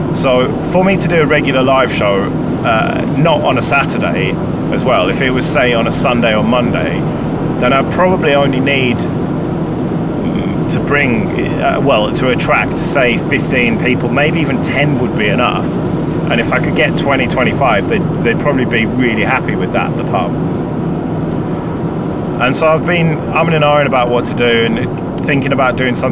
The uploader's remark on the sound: Catchup from the motorway. I was bored on the motorway so I decided to record a solo episode.